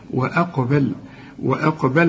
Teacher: القاف هي المفخمة وكمان هنقلقلها